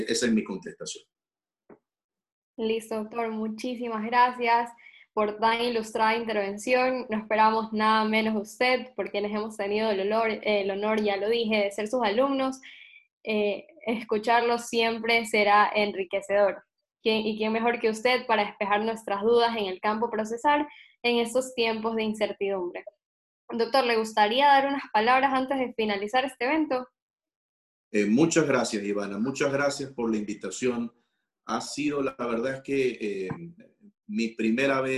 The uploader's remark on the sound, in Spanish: a través de la plataforma ZOOM